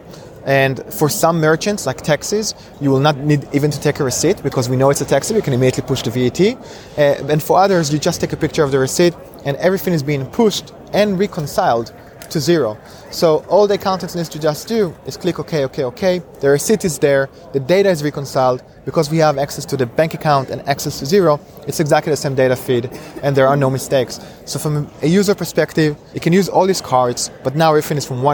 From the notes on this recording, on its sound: Live from Xerocon. This week's special edition of Fintech Insider Insights was recorded live at Xerocon 2017 from London's Excel Centre.